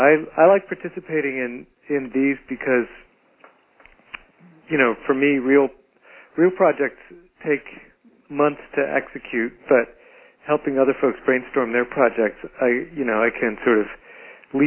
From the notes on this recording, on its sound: Call recorded on February 16, 2012.